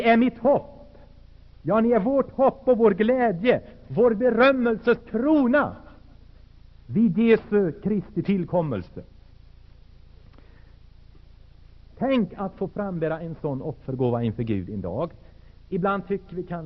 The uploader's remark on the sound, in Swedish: Inspelad i Saronkyrkan, Göteborg 1980-10-19.